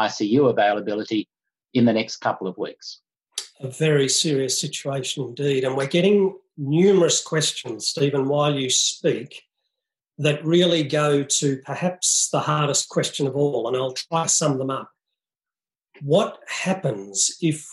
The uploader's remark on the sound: Webinar recording